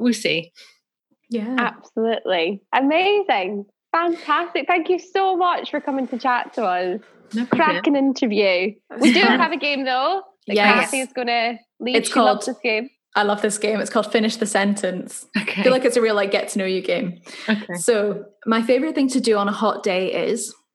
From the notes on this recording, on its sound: This episode was recorded over Zoom